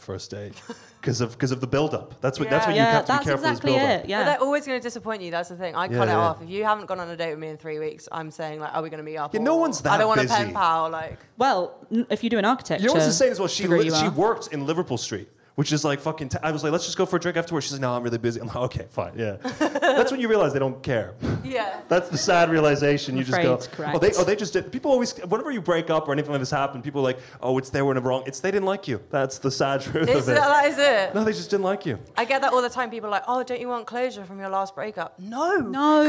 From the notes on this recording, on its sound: with a live show featuring comedians